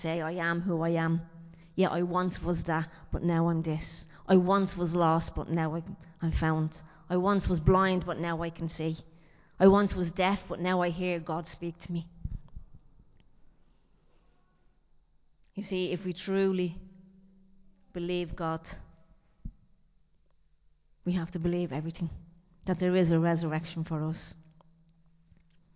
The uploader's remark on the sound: Recorded live in Liberty Church on 30 April 2023